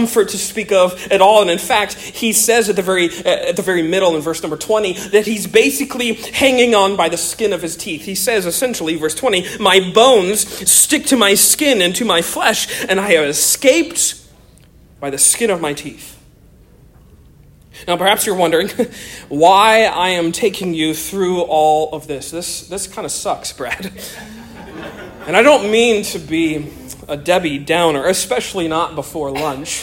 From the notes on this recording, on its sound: Originally delivered on 27 October 2023 at the 2023 Here We Still Stand Conference in San Diego, California